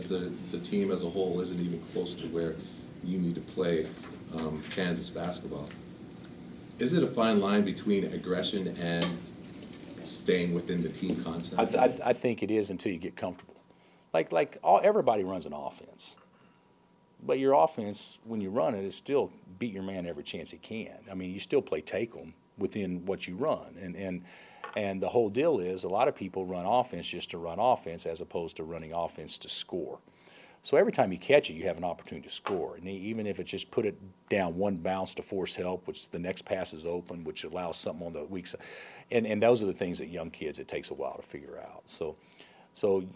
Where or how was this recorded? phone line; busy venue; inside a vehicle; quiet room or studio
busy venue